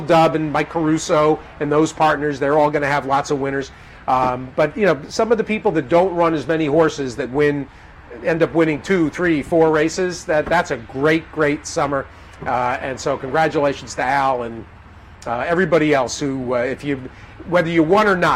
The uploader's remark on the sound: Live from Saratoga Race Course